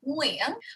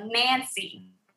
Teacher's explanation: the NG Vietnamese is back of your throat. So you should feel it back there, like Nguyen, whereas the N in English is on the tip of your tongue, right? Like Nancy, right?